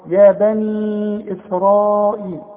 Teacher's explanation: ومد اربع حركات عند الوصل علشان بعدها همزه، اذا وقفت تقول يا بني بس، اذا وصلت يا بني